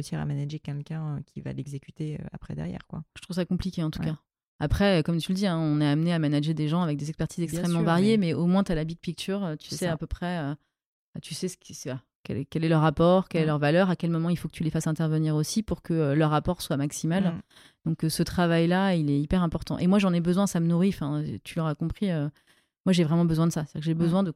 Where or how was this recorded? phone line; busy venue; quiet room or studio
quiet room or studio